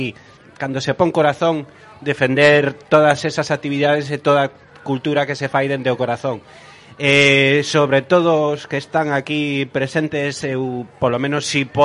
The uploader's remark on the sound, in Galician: Desde a Praza da Chousa (Combarro &#8211; Poio). Programa especial no Armadiña Rock 2020. Desde a Praza da Chousa (Combarro – Poio).